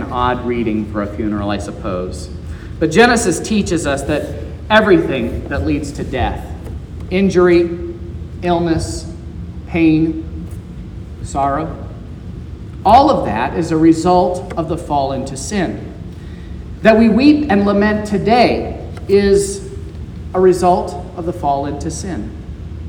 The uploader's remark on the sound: This is the sermon preached at Trinity Lutheran Church in Vallonia, Indiana, on Sunday, February 26th, 2023. This was the funeral sermon.